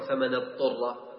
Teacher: هنا لا يوجد إدغام بين الضاد والطاء، فالكثير يقرأها خطأ فمن اضطر، هذا خطأ، بل يجب فصل الضاد مع الاستطالة.